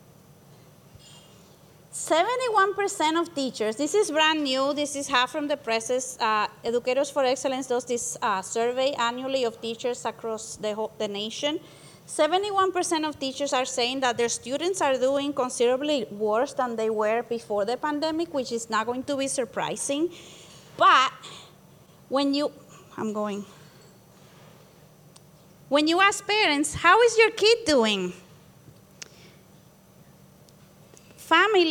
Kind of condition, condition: setting, busy venue